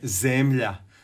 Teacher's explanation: To je kratko uzlazni, to je sporije, slabiji intenzitet i uzlazna intonacija, odnosno kombinacija silazne i uzlazne.